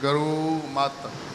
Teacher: ਆੜੇ ਨੂੰ ਮੁਕਤੇ ਨੂੰ ਥੋੜ੍ਹਾ ਜਿਹਾ ਲਮਕਾਇਆ